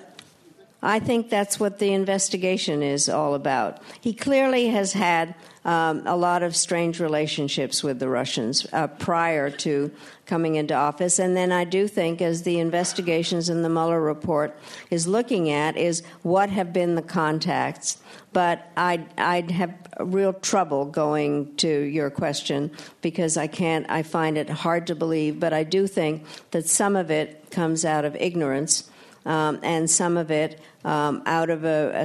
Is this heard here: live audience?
yes